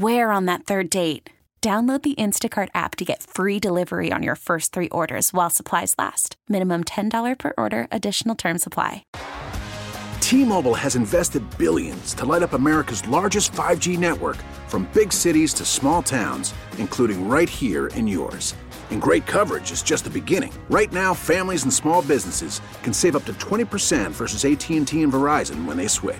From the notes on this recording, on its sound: Time to go to Radio Row in Vegas. Of 610 Sports Radio live from Radio Row in Las Vegas.